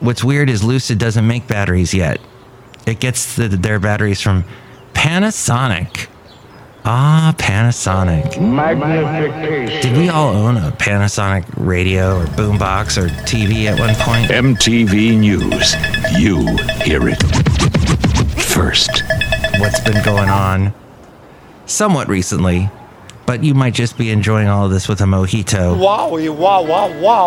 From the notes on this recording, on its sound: podcasts live from Café Anyway